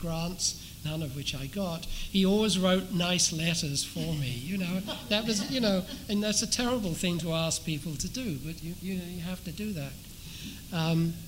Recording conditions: live audience